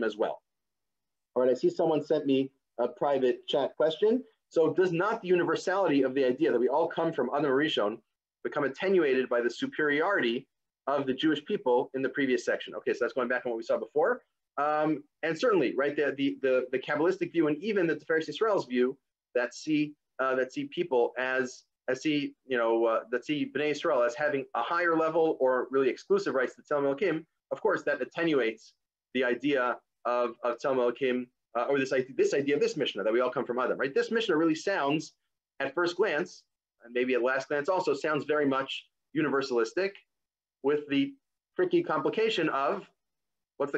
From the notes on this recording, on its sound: This audio was originally captured from Zoom. As part of Drisha's Fall Zman.